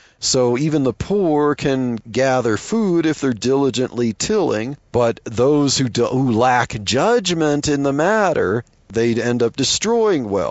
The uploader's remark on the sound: while driving to work